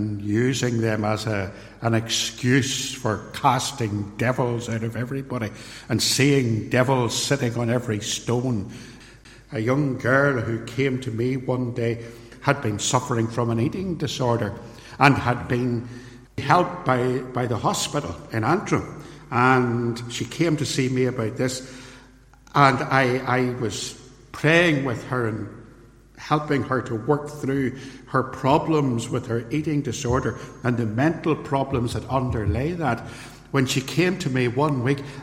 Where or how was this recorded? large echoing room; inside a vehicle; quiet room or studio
large echoing room